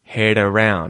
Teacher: the D at the end of the word head becomes a T flap because it's followed by a vowel sound at the start of the word around.